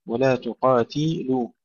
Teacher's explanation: ولا تقاتلوهم عند المسجد الحرام، الحرام ترقيق الحاء في الراء، حتى يقاتلوكم، يقاتلوا، ولا تقاتلوا كسر التاء وضم اللام، لا نقول لا تقاتلوهم حتى يقاتلوكم، ننتبه نعطي التاء حقها من الكسر ثم ننتقل إلى ضم اللام